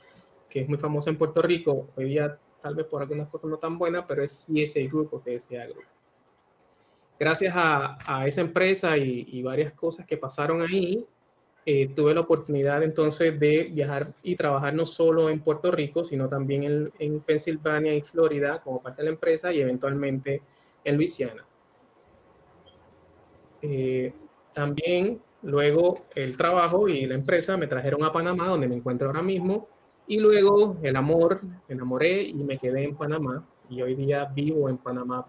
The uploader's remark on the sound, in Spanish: Audio del Webinar YO - Personal Branding presentado como parte del Mikel Media Digital Summit Spring 2020.